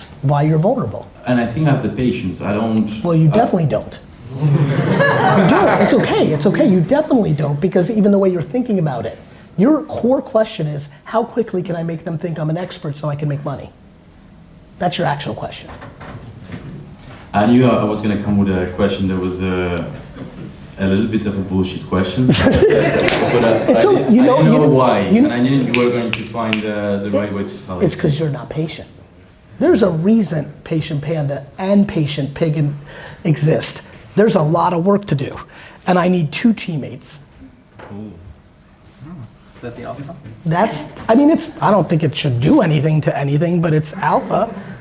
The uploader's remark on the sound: Today's episode is a segment of a recent VeeFriends meetup I did in Germany with some very awesome VeeFriends holders. During the Q&A portion.